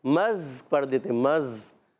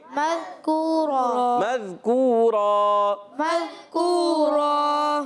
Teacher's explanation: تو یہاں ادغام مال غنہ ہوگا، ایک الف کا غنہ کریں گے. میم کو زال سے ملائیں گے، زال کو زا نہیں پڑھنا · Shown in: second take · بعض بچے مز پڑھ دیتے، مز، یہ غلط.